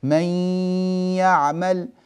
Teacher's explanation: النون تذهب، لا أقول من، خلاص ذهبت النون، أنتقل من الميم في من إلى الياء من يعمل مباشرة، لكني وأنا ألفظ بالياء طول زمن الياء آتي بغنة من الأنف. أطبق لكم ذلك واسمعوه، من يعمل، من، لاحظوا أني نطقت ياء مباشرة، من، ولم أقل من، من، فانتقلت إلى الياء.